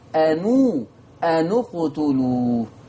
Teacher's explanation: ورش هيضم النون بدل ما يقول أني، ورش هيقول أنو